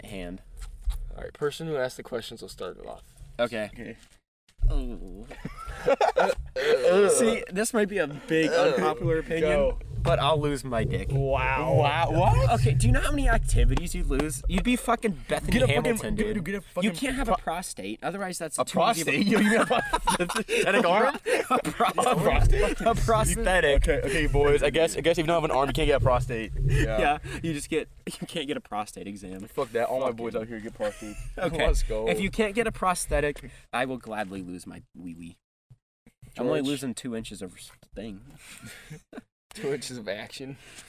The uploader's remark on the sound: sprinklers soak us mid recording